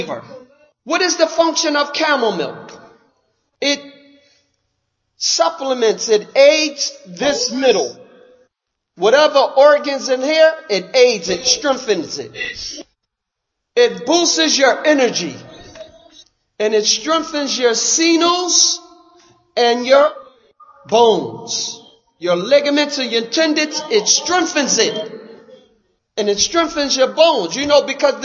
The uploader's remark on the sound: Lecture given at Masjid Nur Allah, Queens, NY